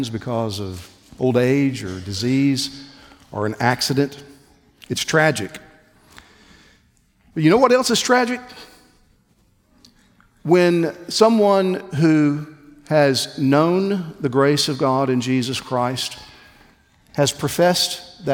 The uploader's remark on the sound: on January 18, 2024 at the Founders "Remember Jesus Christ" national conference in Southwest Florida